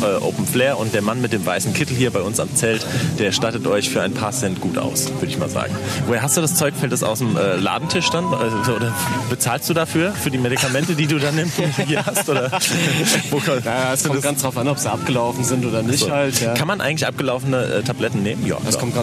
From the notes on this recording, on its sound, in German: auf dem Open Flair Festival in Eschwege unterwegs